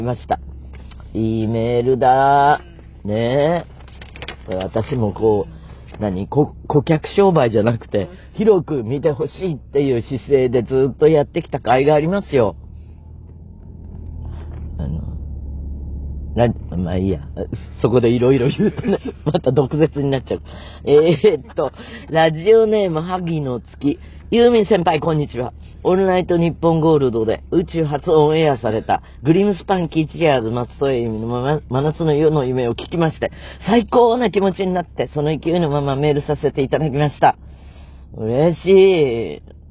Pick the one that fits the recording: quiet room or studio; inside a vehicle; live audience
inside a vehicle